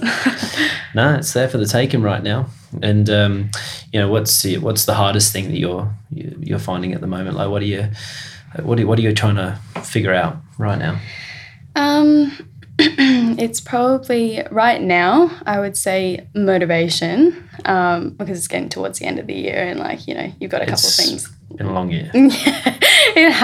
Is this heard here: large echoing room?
no